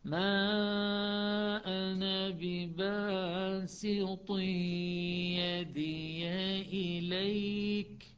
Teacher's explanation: السين بها صفير فبها مرونه، فأنت تكمل استفالتها بالصفير وتنتقل صورة تدريجية للطاء تستعلي، بعد تطبق وتستعلي · Term: استفاله السين